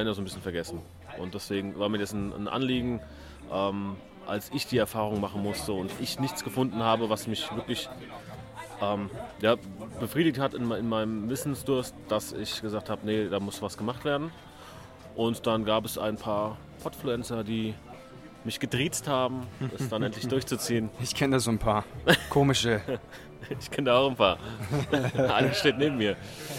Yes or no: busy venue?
yes